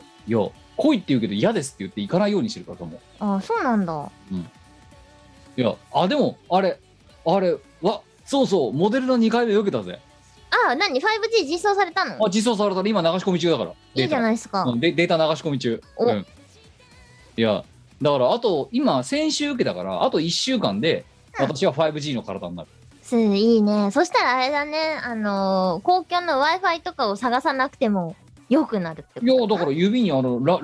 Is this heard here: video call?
yes